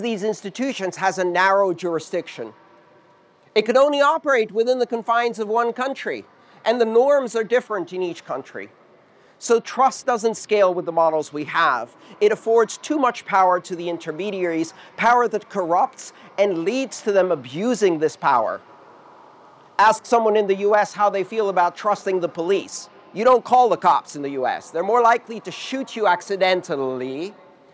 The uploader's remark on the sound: This talk took place on June 7th 2019 at the We Are Developers conference in Berlin, Germany.